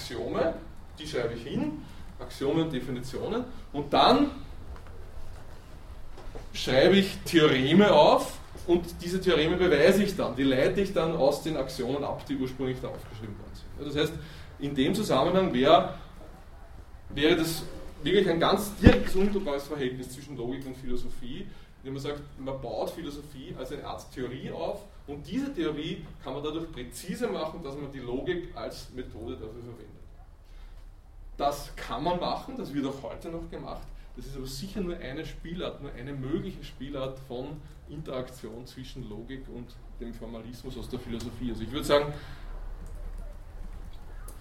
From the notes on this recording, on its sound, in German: Diese Vorlesung wurde von Studierenden aufgenommen